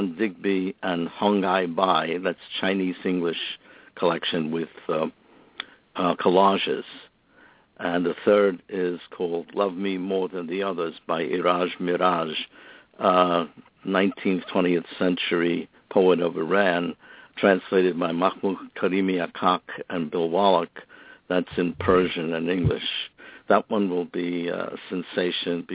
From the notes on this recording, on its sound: It was truly the international edition of Poetry Super Highway Live this month with callers early in from Australia and Singapore In addition to folks representing the good old U.S.A.